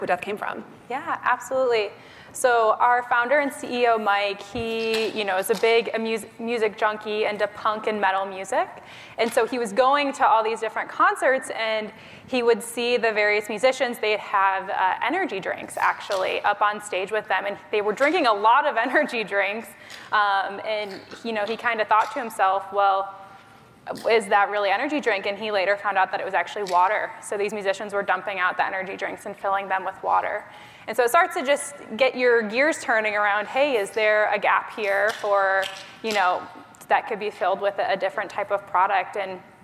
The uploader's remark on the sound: an exclusive conversation from the 2023 Retail Innovation Conference & Expo